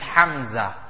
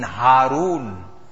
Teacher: That's from the bottom of the throat, no effort. But with emphasis from the middle of the throat is the Ha. · Term: big Ha